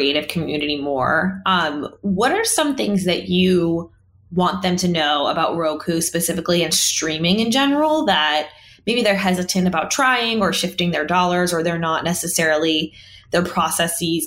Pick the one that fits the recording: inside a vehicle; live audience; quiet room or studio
quiet room or studio